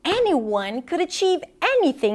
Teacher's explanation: there's like this gradual escalation in her pitch